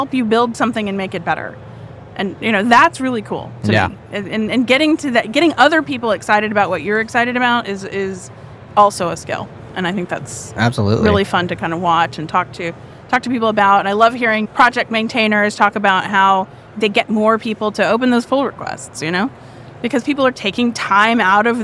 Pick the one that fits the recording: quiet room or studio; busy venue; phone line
busy venue